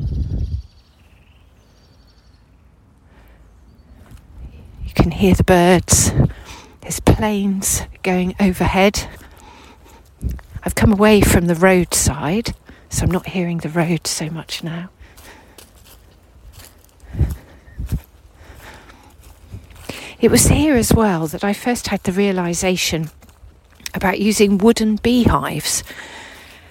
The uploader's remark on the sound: This episode was recorded during a walk around Westonbirt Arboretum in Gloscestershire.